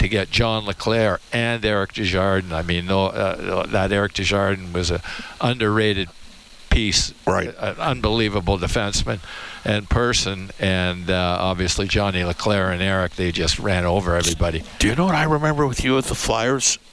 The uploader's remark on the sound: Live from Rogers Place